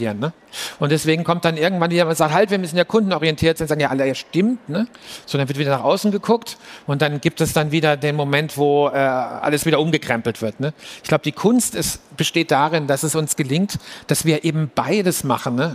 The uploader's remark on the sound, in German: Live aufgezeichnet auf der Mainstage der COPETRI CONVENTION 2023